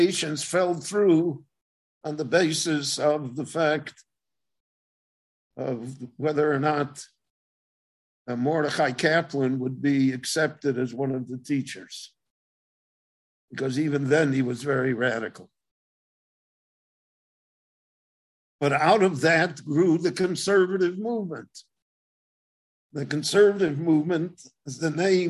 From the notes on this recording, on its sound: gave a LIVE zoom lecture in Israel